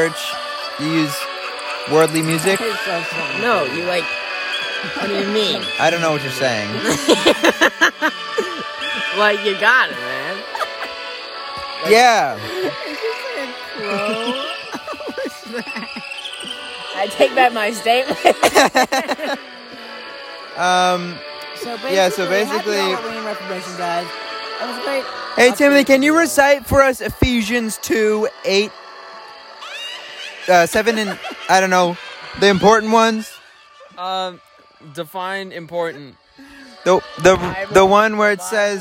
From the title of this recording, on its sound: With exciting background noises